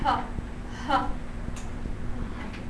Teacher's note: So actually there is no kind of obstruction at all. There is no obstruction, there is no closing, nothing. · Term: glottal sounds